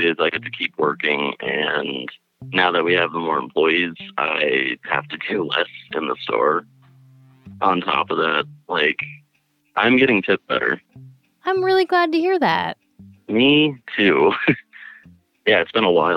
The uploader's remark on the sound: Essential Workers Call. Speaks with listeners who deliver packages, stock shelves and drive buses.